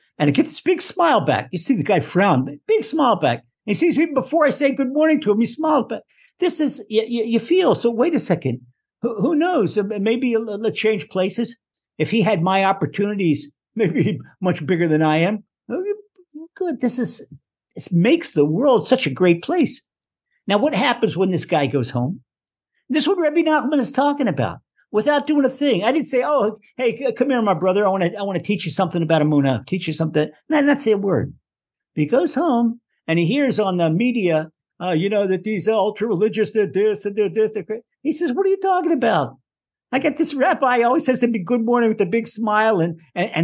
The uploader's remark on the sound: Recorded via TORCHzoom